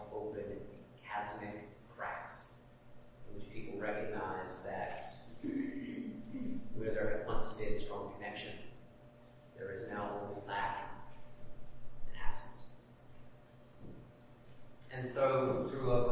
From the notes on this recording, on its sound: Please forgive the audio quality of the recording.